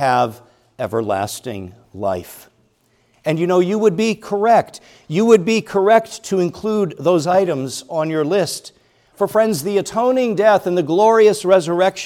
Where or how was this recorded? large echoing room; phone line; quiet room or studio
large echoing room